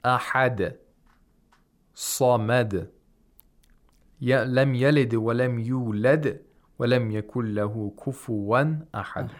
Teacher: the sad in as-samad was pronounced well, with tafkhim of sad. At the second highest level.